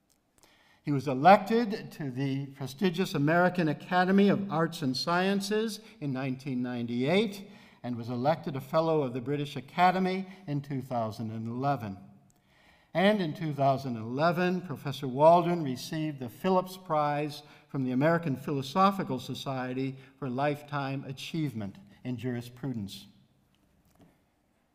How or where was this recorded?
large echoing room